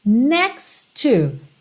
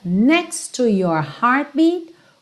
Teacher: é claro que você vai juntar, vai fazer um T só